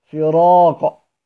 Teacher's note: فراق قاف حرف استعلاء، تكون سبب لتفخيم الراء زي ما خدنا في باب الفتح والإمالة، الذي يمال من بالمجاورة من أسباب الإمالة، قلنا هناك السكون الكسر والياء ومجاورة المال والمشابهة، دي نفس النظام، مجاورة حرف الاستعلاء تكون سبب في تفخيم الايه الراء.